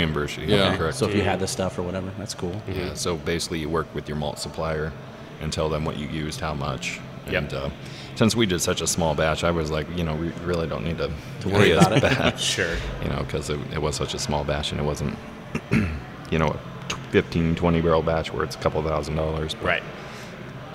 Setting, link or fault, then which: setting, busy venue